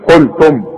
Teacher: الميم ساكنة اهي، شوف قلتم ما تغنش